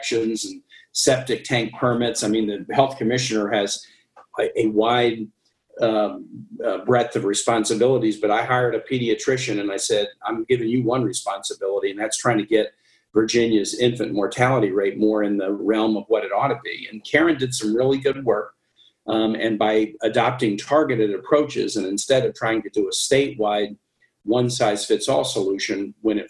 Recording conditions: video call